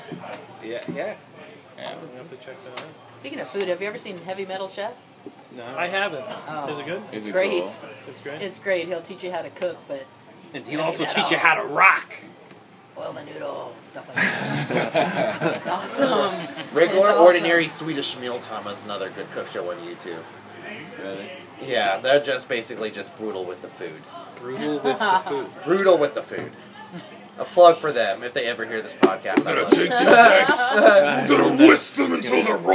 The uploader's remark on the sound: Jackelope Jack Open Mic pre show. We decided to record pre-show hang-out.